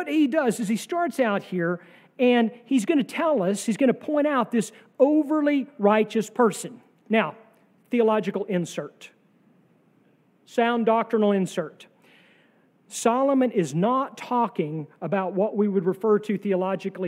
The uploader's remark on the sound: sermon from our worship service on July 30, 2023